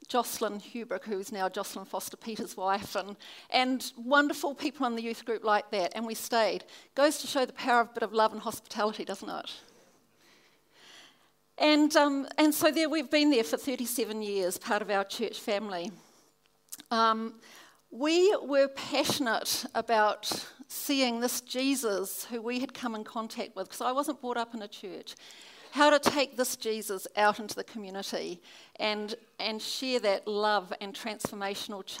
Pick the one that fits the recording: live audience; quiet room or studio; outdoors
live audience